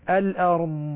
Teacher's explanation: ولا نقول الأرض، نشد الضاد ونحبس الصوت عندها، نأتي بالضاد باستطالتها وبرخاوتها وباستعلائها، الأرض وما بيظهر اللسان ولا يخرج خارج الأسنان.